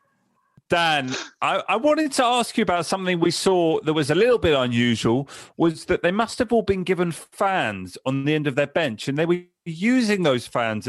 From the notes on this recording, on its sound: Recorded this podcast remotely via Zoom.